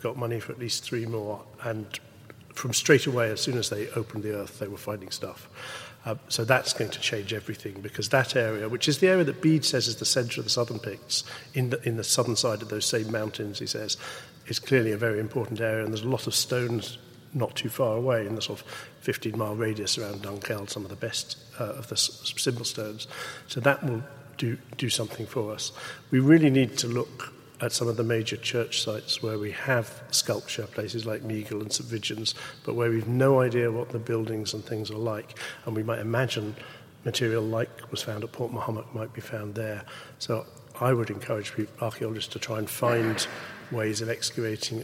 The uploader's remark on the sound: That discussion takes place in front of a student audience at the University of Glasgow, many of them studying this topic.